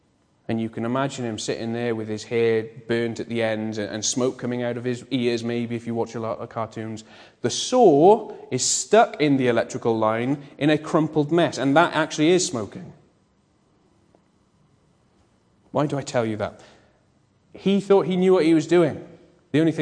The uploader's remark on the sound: Bethel Evangelical Church in Gorseinon